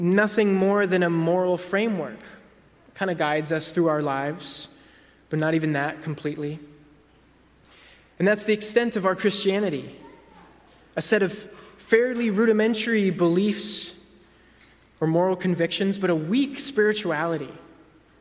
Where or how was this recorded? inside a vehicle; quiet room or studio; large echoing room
large echoing room